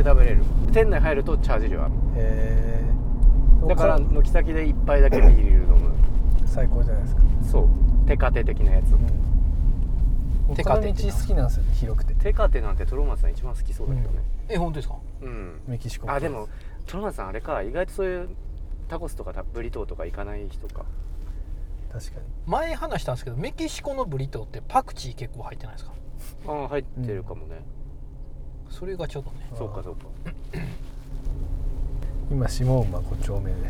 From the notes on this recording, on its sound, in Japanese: 恒例の移動中録音回。今回車で走っているのは目黒区五本木〜世田谷区池尻周辺の往復です。